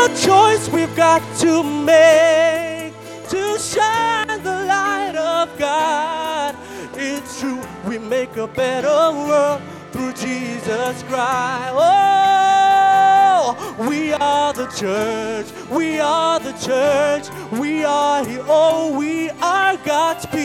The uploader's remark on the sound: Preached at Zion Sanctuary, Cape Town on the 13 August 2023